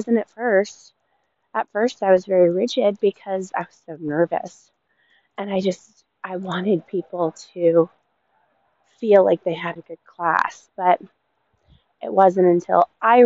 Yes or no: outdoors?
yes